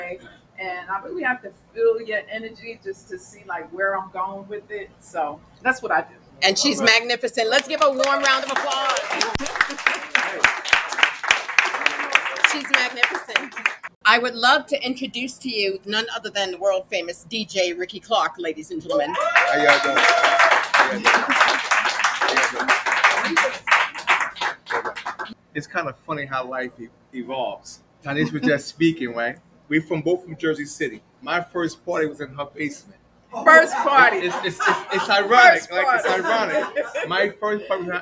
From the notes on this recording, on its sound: LIVESTREAMED ON LOCATION AT BOUJIE BOUTIQUE, JERSEY CITY, NJ.